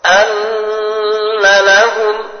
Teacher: Mengurangi bacaan gunnah seharusnya dibaca minimal dua harakat.